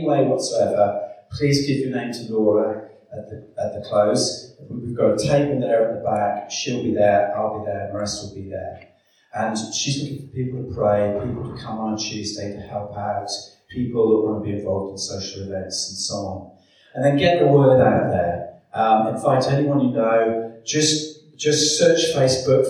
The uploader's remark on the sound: Please excuse the echoing sound of the recorded video.